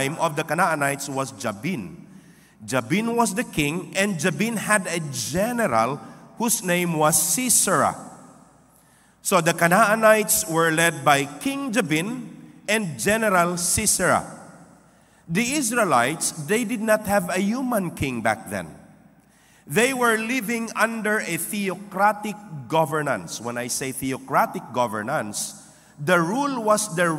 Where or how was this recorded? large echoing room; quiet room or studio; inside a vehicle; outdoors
large echoing room